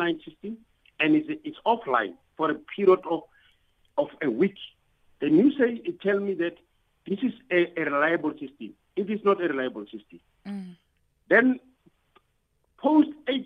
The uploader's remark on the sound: For more on this we are joined on the line